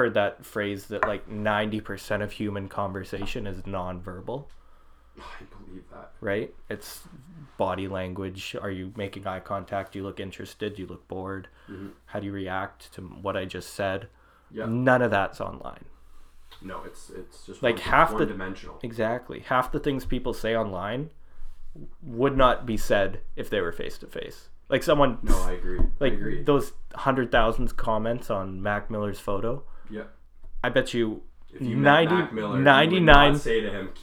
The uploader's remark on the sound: we only had a single mic recoring the whole time